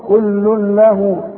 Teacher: ادغام كامل بدون غنة هندغم لكن ما نغنش